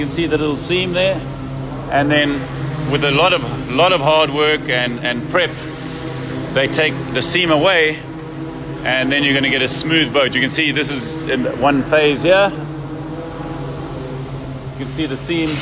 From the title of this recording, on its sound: Live From Portugal - Nelo Factory Tour